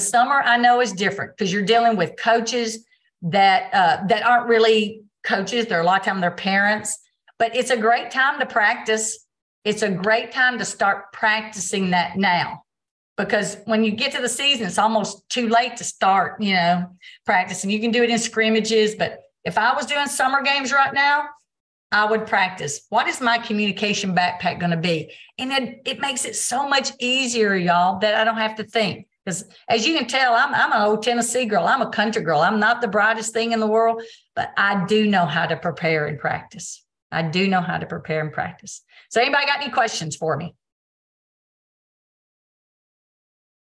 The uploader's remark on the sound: Recorded Zoom meeting.